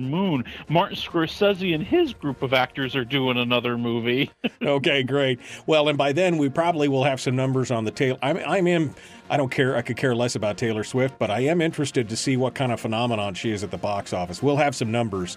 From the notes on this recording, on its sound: We'll also up all the phone lines